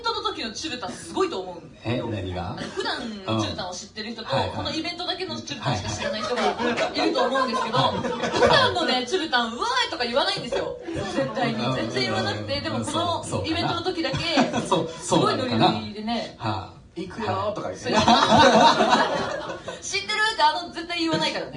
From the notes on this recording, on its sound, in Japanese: In 特ロボ祭SF16。初の公開生収録！！会場：京都祇園アニソン＋ボカロCafe＆Barスワロウテイル。